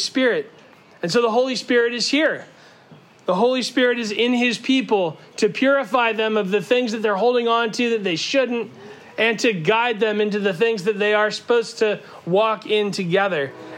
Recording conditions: outdoors